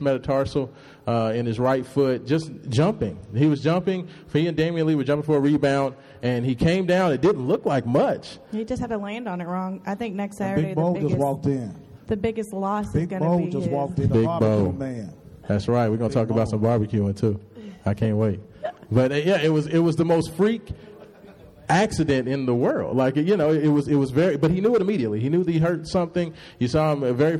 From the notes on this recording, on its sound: Live at Montogomery Chevrolet hosting our 2nd Annual Toy Drive.